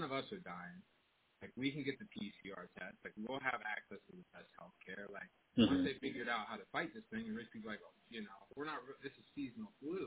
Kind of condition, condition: link, phone line